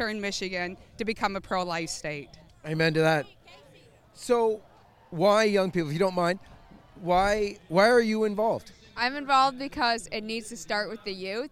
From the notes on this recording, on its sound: joined with tens of thousands of other pro-lifers to witness for life at the March for Life 2024 in Washington, DC